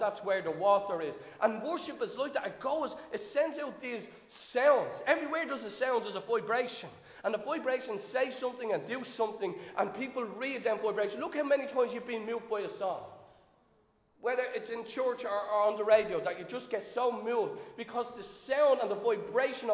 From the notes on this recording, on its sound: Recorded live in Liberty Church on 9 October 2022